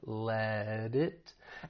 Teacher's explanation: We're going to pronounce this as a flap T. That T comes between two vowel sounds, so it's going to sound like a flap T, which is more like a soft D. Let it. And we can take that consonant D sound and link it with the vowel sound in it.